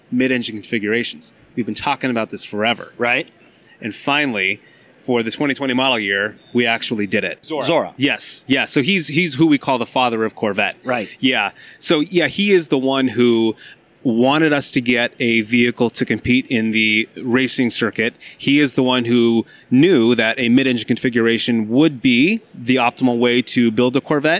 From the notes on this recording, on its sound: I did get to sit in one and record a podcast at the LA Auto Show.